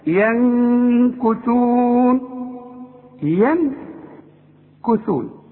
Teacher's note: نون سكنة في كلمة واحدة معها الكاف بخفي وبغن